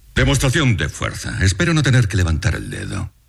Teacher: El missatge ha d'arribar amb claredat, per tant, baixa la freqüència, baixa el to, però la veu és timbrada i prou projectada